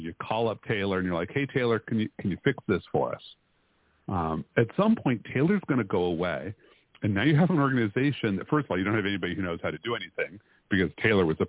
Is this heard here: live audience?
no